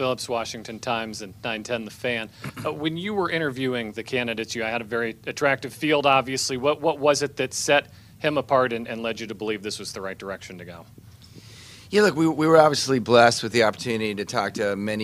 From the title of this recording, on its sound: Intro Presser LIVE From Ashburn